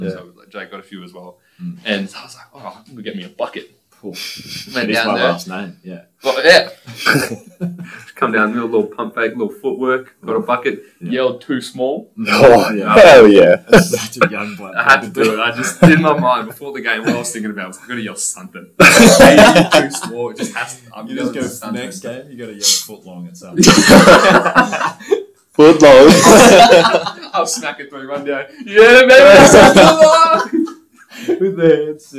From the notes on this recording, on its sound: Yep the sound issues are back.